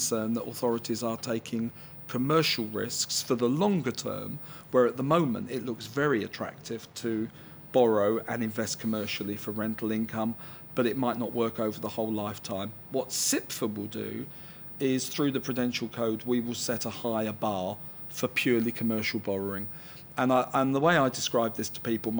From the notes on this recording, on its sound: Cipfa Conference Special: 2017. The podcast contains a series of interviews, conversations and vox pops with speakers and delegates from the conference which capture insight and interesting snapshots from the event.